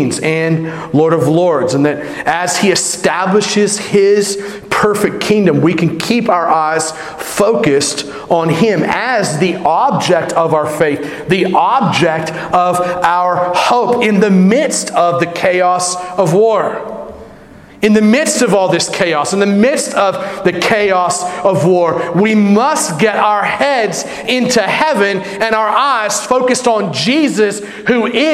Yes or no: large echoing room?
yes